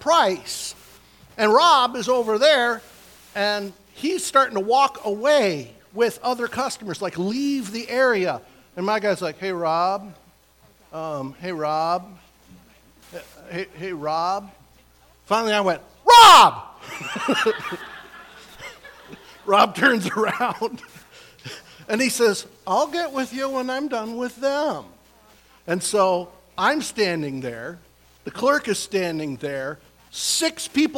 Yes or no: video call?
no